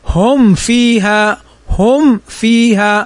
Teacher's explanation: فالميم ساكنة وبعدها الفاء، والفاء من حروف الإظهار · Term: الإظهار الشفوي